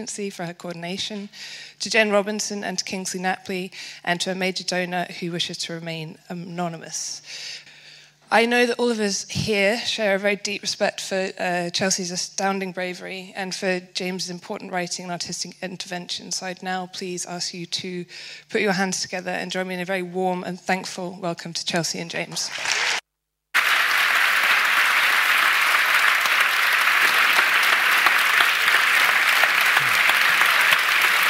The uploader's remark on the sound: This was recorded at the Royal Institution on Monday 1 October 2018.